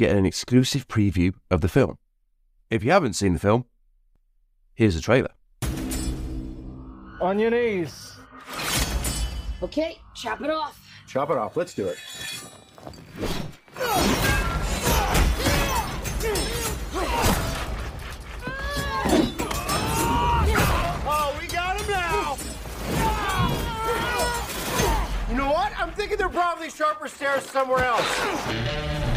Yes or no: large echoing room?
no